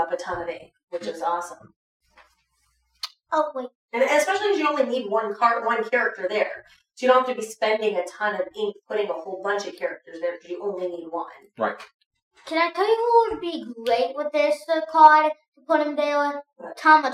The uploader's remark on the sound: We are working on improving audio so stay tuned as we get better at this.